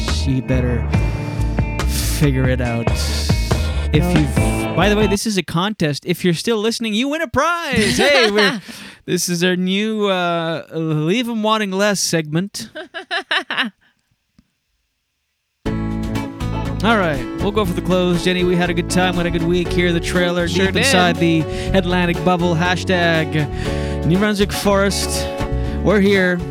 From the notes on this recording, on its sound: We are LIVE from the deep woods of New Brunswick, within the glorious #atlanticBubble.